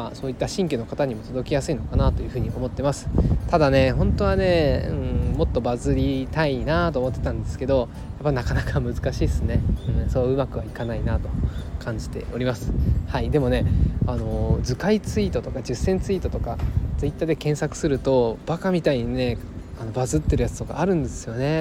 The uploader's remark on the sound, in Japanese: 外で録音しています。雑音が入っていましたら申し訳ありません